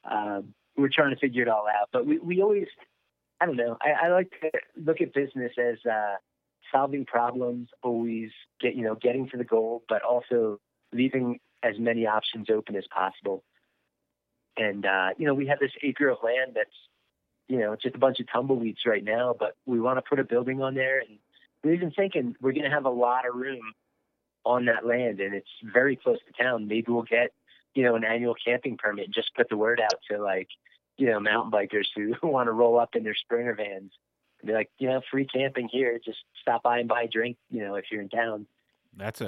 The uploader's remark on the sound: Our first ever over the phone podcast. From Buena Vista Co.